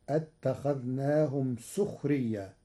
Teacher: قرأ ورش كلمة سخرية بضم السين